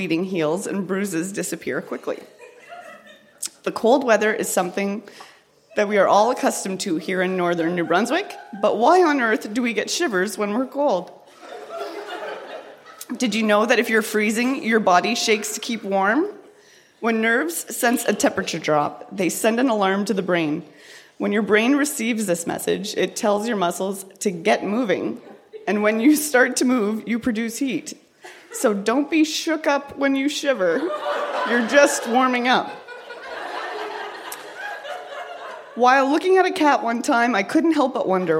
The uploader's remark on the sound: Recorded live at the Black Knight in Yellowknife.